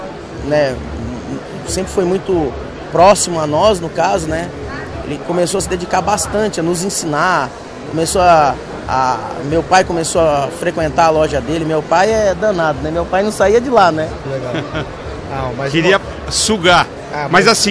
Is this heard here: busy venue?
yes